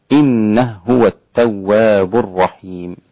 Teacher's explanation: أدغم السوسي الإدغام الكبير إنه هو هكذا